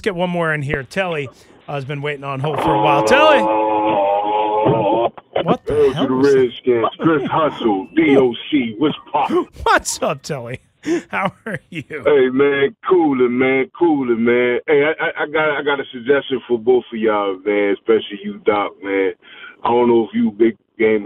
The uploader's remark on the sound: Phone lines open up again.